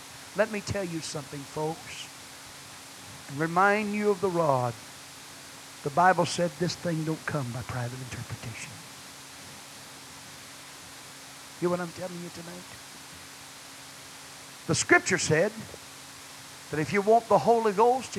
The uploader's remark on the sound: Preached at First Apostolic Church in North Vernon, Indiana.